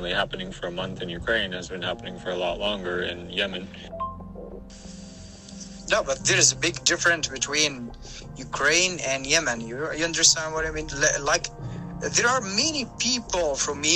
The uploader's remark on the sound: In this recording I had a talk with my friend in Yemen. Calls are blocked but we could record it with voice messages on WhatsApp.